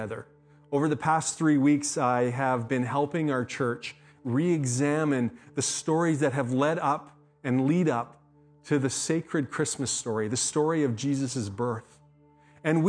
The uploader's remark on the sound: speaks at SouthRidge Fellowship, a Langley church